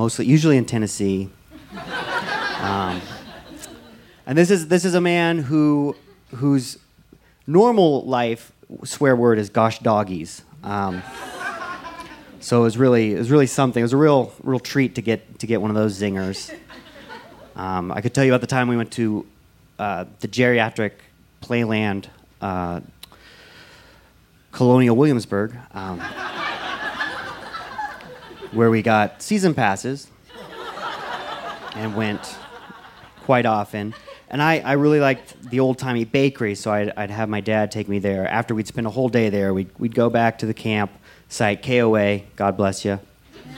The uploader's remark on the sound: This story was recorded live on 21 June 2017 at Buntport Theater in Denver, Colorado.